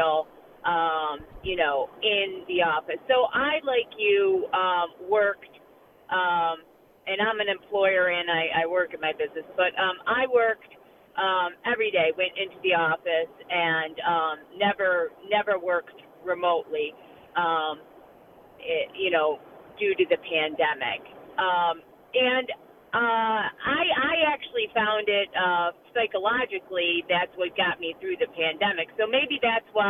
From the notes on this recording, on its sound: take your phone calls